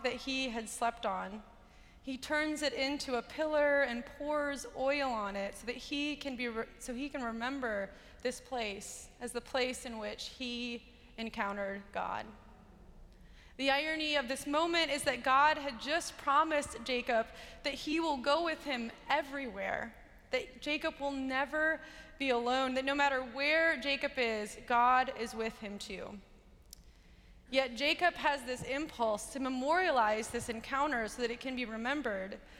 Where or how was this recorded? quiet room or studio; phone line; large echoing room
large echoing room